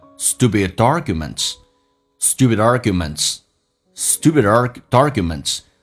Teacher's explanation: stupid 的 D 跟 arguments 有一个连音